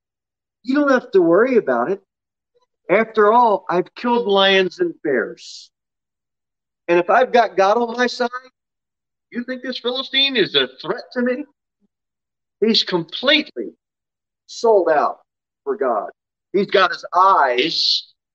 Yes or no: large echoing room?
yes